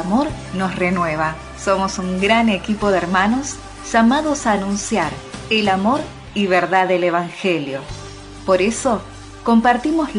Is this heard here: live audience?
no